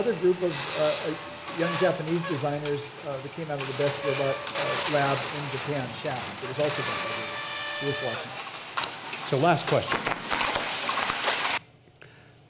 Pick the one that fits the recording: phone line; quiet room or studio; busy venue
busy venue